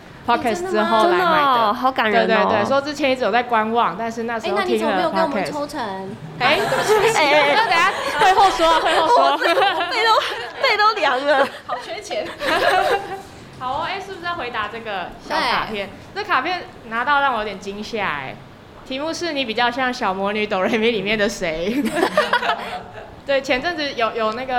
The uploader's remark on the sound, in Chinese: 文青100活動現場實況轉播。不過這集的節目有點空間音。這集我們直接邀請參加活動的大家一起錄音。